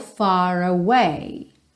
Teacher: Aqui, far away, a gente junta no R enrolado